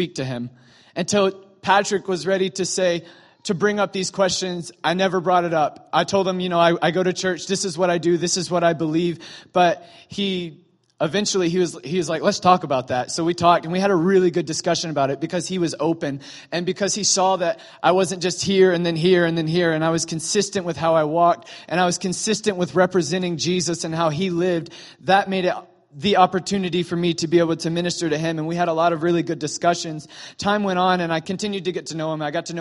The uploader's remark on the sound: was recorded Sunday, November 26, 2017, during morning services at Celebration Life Family Church.